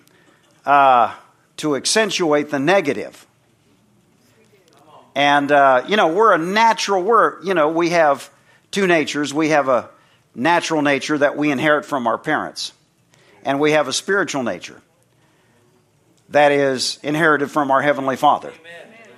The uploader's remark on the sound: from the Sunday morning service on August 13, 2023 at Harvest BIble Church in Stockton, CA.